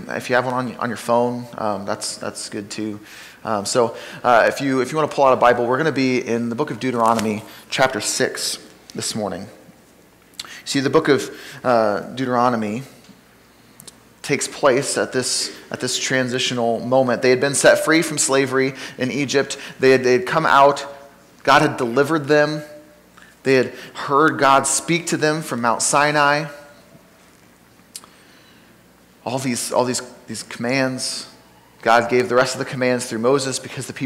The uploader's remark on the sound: Sermon from Ninth Street Christian Church